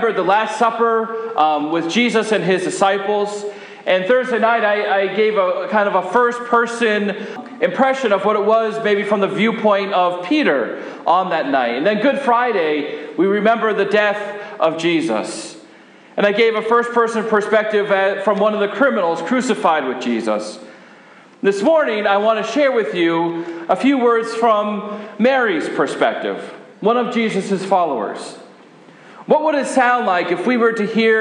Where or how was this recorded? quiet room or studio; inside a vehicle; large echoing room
large echoing room